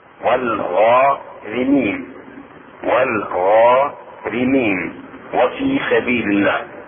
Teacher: تكون الراء مرققة لأن بعدها كسر